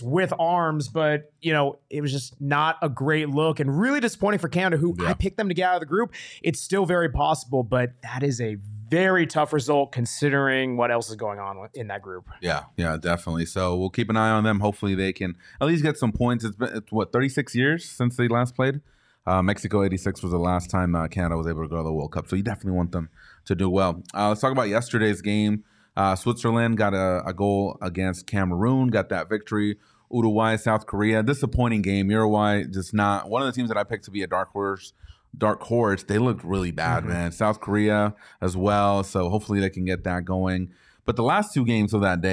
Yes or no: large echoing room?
no